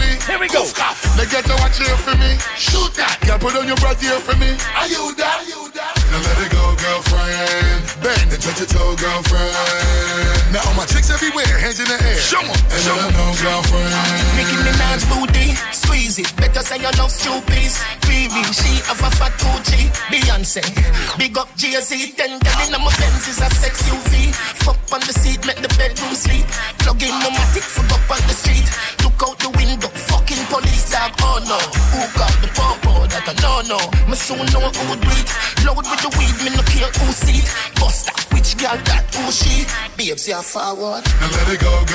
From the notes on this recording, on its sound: Live party audio from Island Saturdays on Nov 18